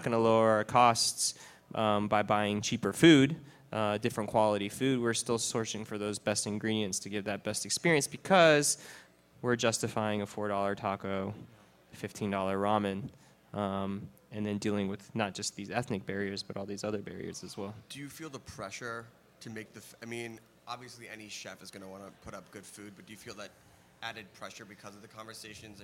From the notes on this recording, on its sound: panel from South By Southwest